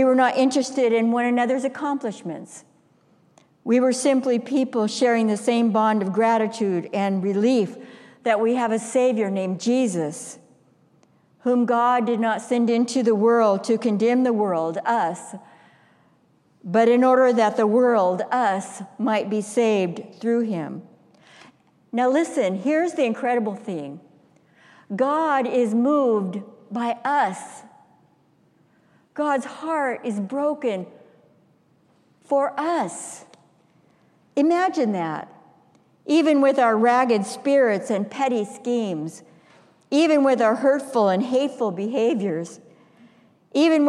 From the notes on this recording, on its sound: Stewardship Sunday message delivered during the Traditional Worship service.